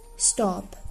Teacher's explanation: 短元音。那这个口型呢是比较圆的。美音就是 stop. 英音 stop.